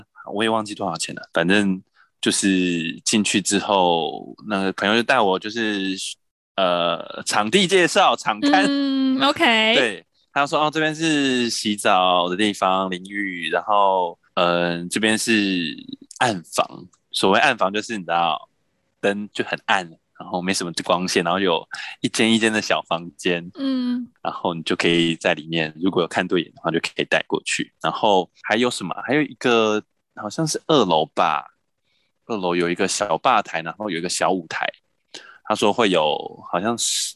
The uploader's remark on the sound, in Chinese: 遠端錄音敬請見諒